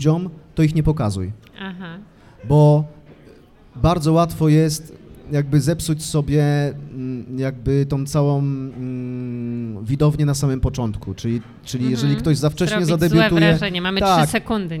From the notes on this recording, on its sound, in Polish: W czwartek 15 grudnia w Obiecana Cafe